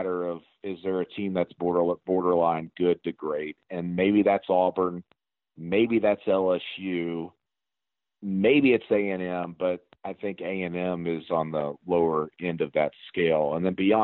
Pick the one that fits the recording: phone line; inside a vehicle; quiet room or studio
phone line